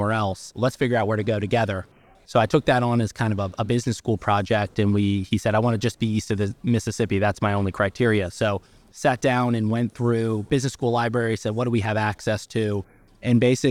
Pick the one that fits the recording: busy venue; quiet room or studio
busy venue